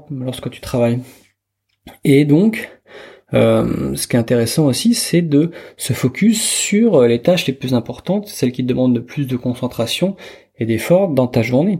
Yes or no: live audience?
no